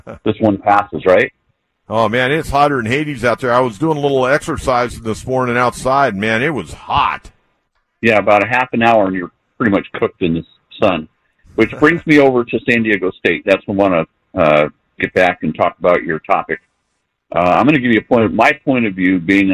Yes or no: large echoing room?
no